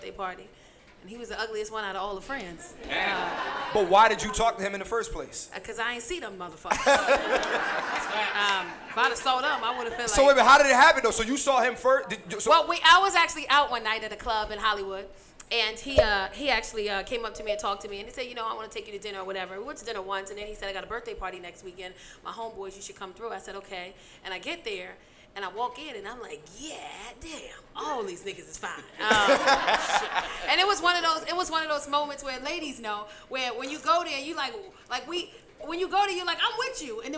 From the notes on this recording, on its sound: Live From Los Angeles. I would like to thank everyone who came out to see the live podcast in Los Angeles.